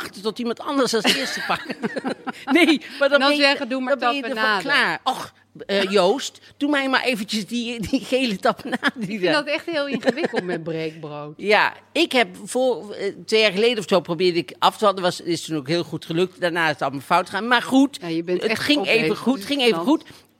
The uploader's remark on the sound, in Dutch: Dit keer met live publiek opgenomen op een zonnige middag in Amsterdam